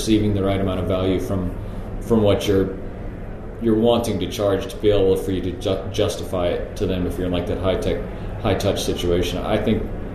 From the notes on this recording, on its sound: This episode was recorded in a live venue, so please pardon some background noise.